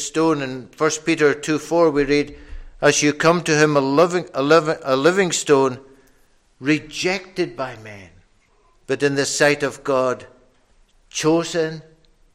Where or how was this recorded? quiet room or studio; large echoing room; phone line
large echoing room